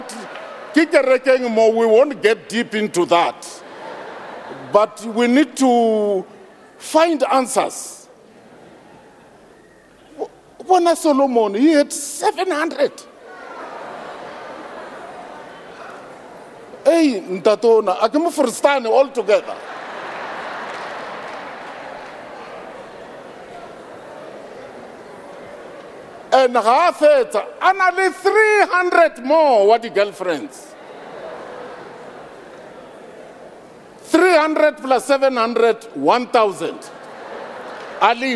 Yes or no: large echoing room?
yes